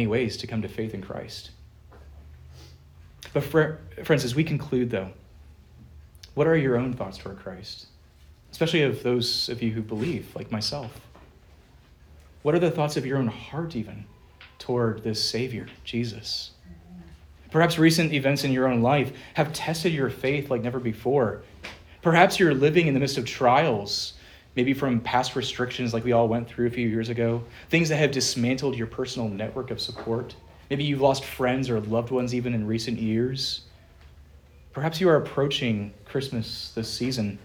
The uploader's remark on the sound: Preached at Good Shepherd Reformed Fellowship